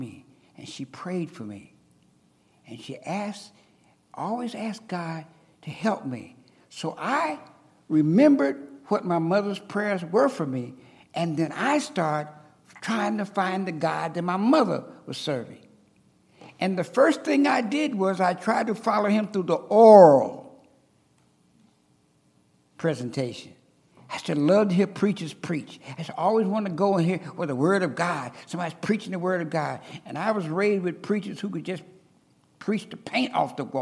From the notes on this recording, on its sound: At Ringgold Seventh-day Adventist Church.